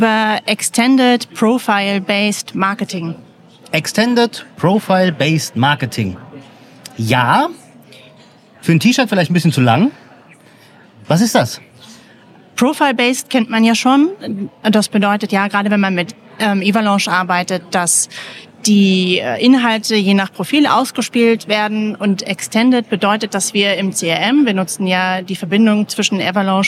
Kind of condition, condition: setting, busy venue